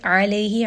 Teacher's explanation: عَيْن from the middle of the throat.